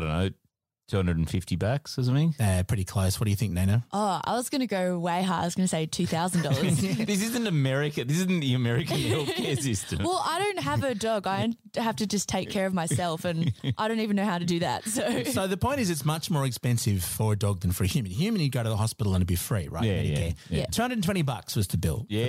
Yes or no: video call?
no